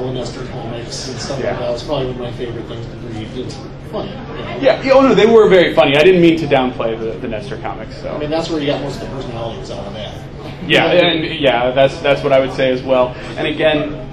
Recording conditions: background noise